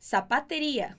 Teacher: Lembra que o Z sempre vai ser pronunciado com som de S, hein? Não vai fazer um Z de abelha.